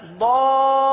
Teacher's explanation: اب یہاں پر ضاد پر جو مد ہے وہ مد لازم ہے، حرف مدہ کے بعد سکون اصلی تشدید کی صورت میں موجود ہے. اچھا لام پر تشدید ہے لہذا لام کو تھوڑا سا رک کر پڑھیں گے